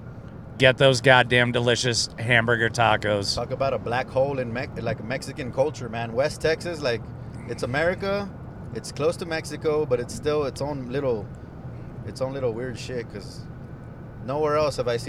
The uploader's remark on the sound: Texallent Carcast